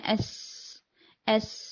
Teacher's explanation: هذا الصوت المهموس يخرج من بين ماذا؟ الأسنان المطبقة التي تنطبق على بعضها، فيخرج من الفتحة التي بين الأسنان. فهنا اللسان يلعب دور موجه الصوت، يوجه الصوت ليخرج من زاوية معينة. · Term: السين